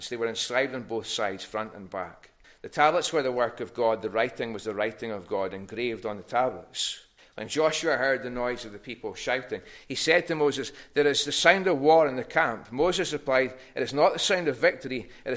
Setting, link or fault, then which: setting, large echoing room